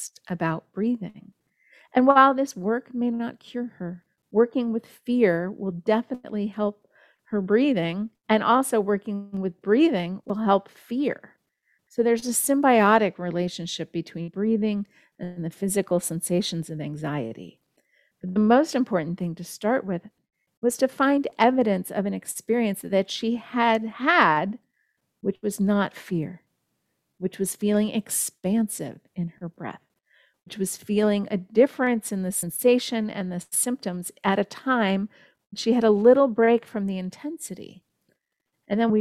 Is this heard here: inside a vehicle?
no